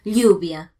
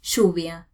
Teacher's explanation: el sonido de la doble L se reemplaza por el sonido de la Y · Shown in: second take